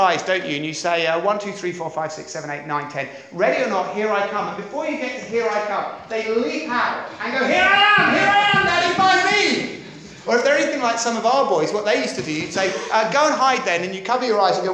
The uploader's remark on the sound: at Beacon Church, Beacon International Centre on 26th Feb 2017